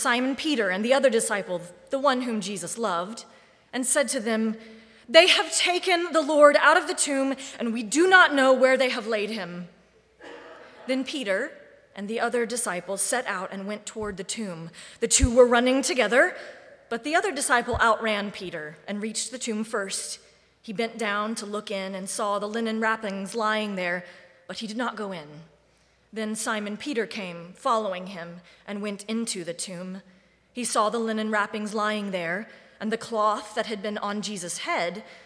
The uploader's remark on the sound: Live Streamed from the sanctuary of Mayflower Congregational UCC Church in Oklahaoma City.